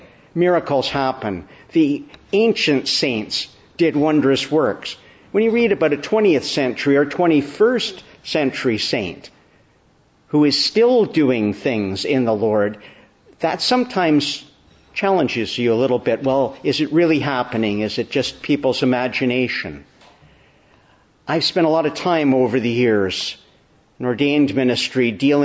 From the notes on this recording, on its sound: Evening Service. Preached on the Feast of Our Lady of Guadalupe at a Mass.